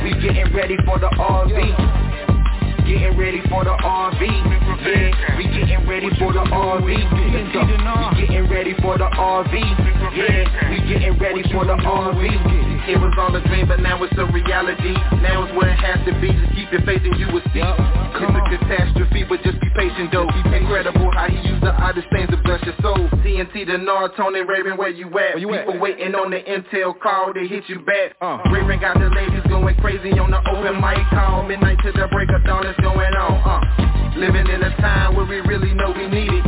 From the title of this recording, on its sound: TNTSuperfantastic Conference Call